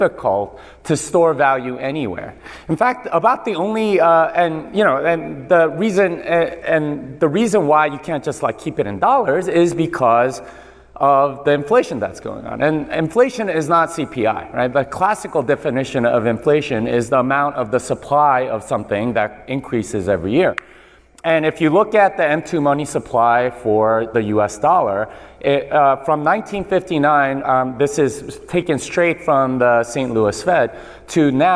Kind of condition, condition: setting, live audience